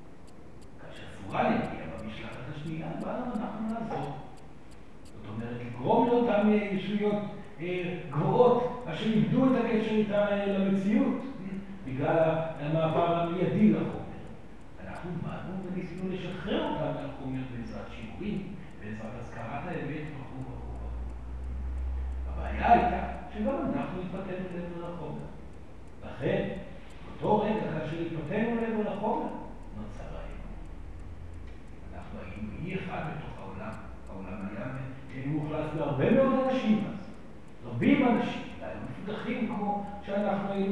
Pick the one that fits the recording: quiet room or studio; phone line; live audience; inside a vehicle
live audience